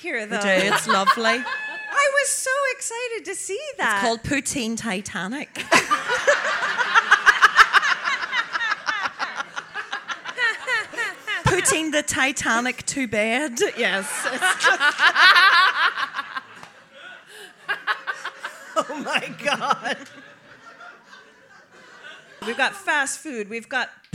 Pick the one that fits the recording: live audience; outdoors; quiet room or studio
live audience